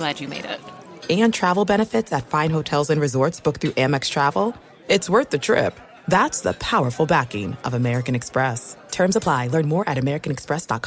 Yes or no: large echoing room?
no